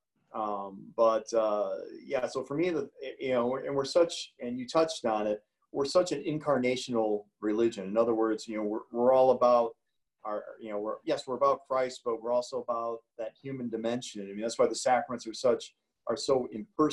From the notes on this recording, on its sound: Joan of Arc Parish in Lisle, IL. For an interview via Zoom.